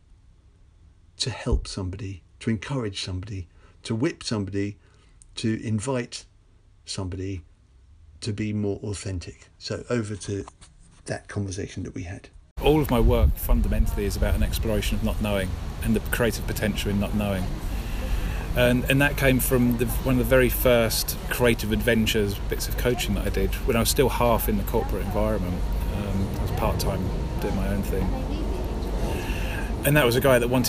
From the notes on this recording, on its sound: Recorded as part of the research for my book, back in the days when you could meet a friend and sit in the park together, beneath noisy planes and near laughing children, without wearing a mask.